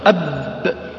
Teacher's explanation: مذلقة لأنها من طرف الشفتين